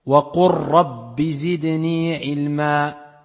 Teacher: Et c'est pareil, la règle, on ne prononce pas la première lettre d'Al-Idram, Al-Mutaqaribayn, mais la seconde lettre sera lue avec la pression due à la Shadda